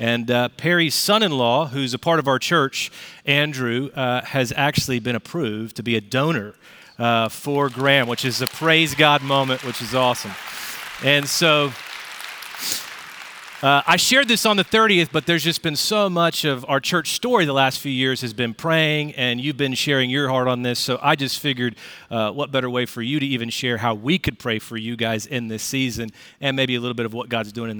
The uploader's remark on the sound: Recorded Live at Brookwood Church on 02.18.2024